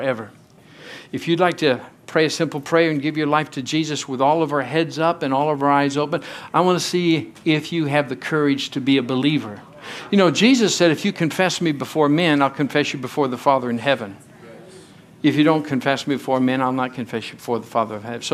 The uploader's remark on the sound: from the Sunday service on November 26, 2023 at Harvest Bible Church in Stockton, CA.